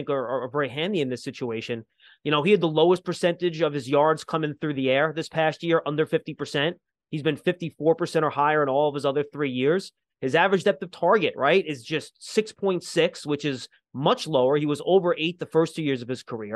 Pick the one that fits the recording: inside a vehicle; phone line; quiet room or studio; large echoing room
quiet room or studio